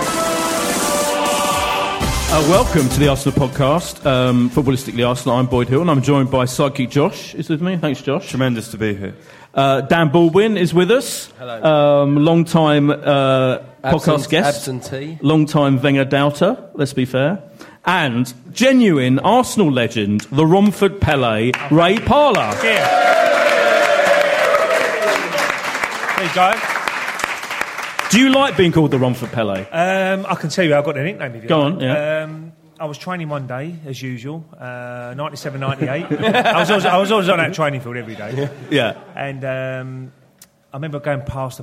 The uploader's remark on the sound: In the second part of the LIVE show.